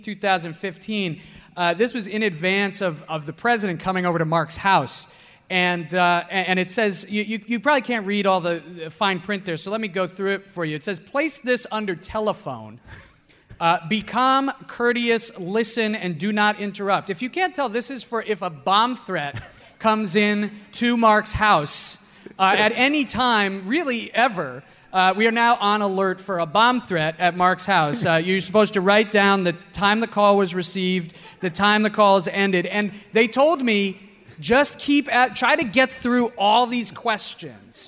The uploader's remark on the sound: Live At Now Hear This. About 700 people were in the room at the Now Hear This podcast festival in Anaheim this past October. In front of a live audience.